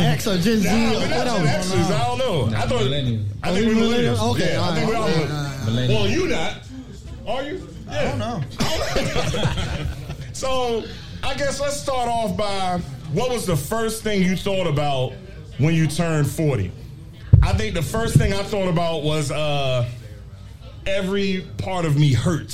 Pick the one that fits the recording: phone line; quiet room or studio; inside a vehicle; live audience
live audience